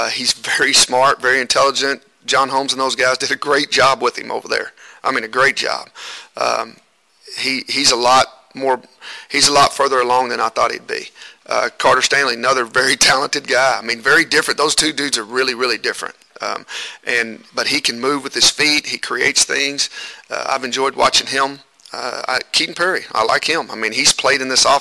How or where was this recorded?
busy venue